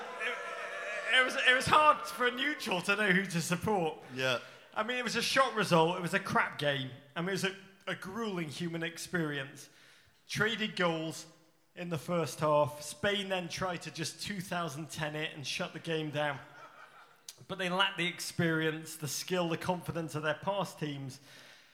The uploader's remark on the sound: Live in Brooklyn. Live from the Music Hall of Williamsburg in Brooklyn.